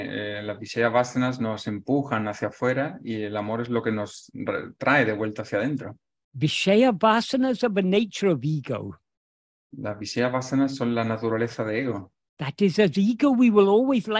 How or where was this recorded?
video call